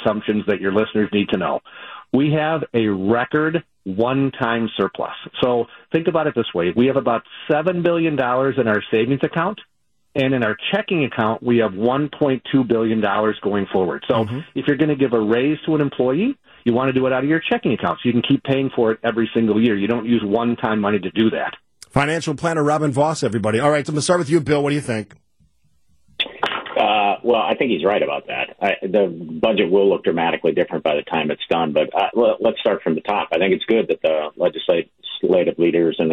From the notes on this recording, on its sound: In studio. Over the phone.